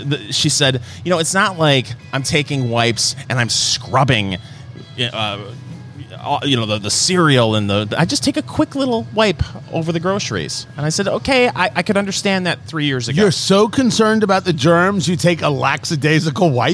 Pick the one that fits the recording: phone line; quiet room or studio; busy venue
busy venue